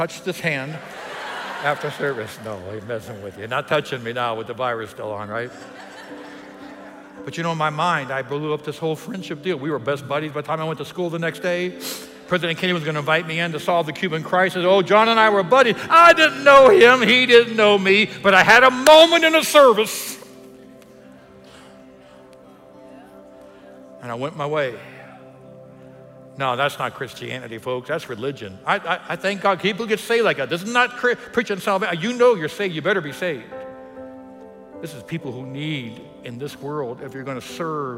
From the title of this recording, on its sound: EQUIP Conference 2021 — Main Session 2